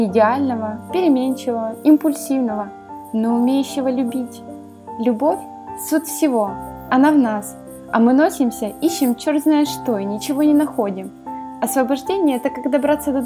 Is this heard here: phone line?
no